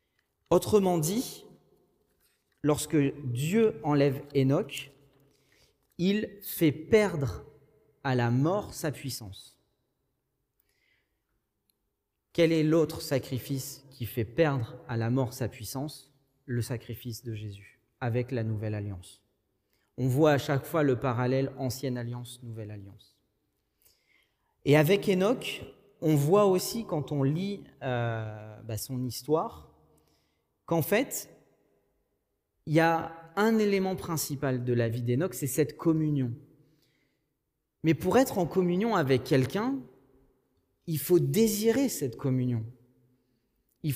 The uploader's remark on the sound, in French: Enregistré à l'église CVV, le 06/06/2021